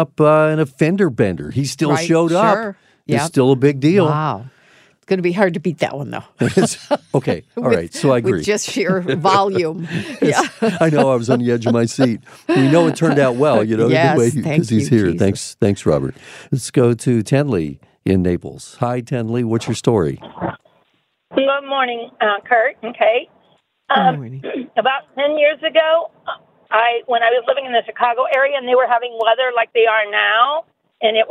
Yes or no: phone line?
yes